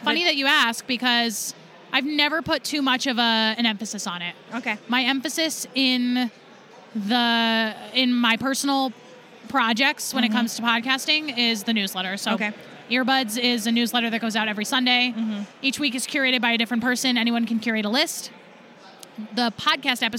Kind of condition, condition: setting, busy venue